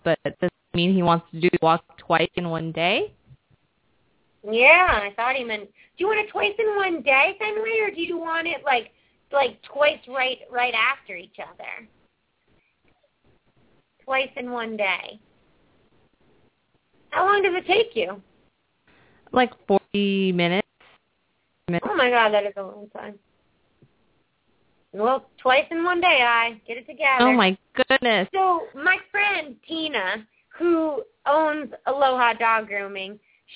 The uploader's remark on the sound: Open up the lines for listeners to call in to ask questions to their animals.